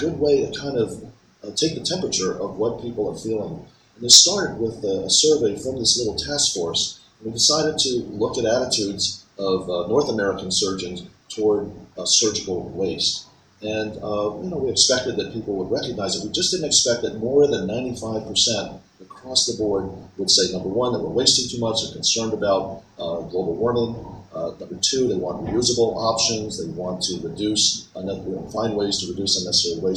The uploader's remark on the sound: Recorded at ASCRS.